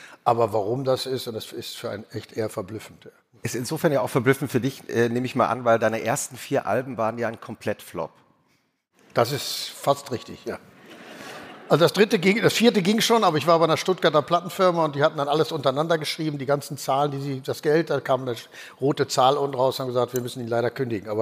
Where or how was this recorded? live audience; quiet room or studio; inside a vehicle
live audience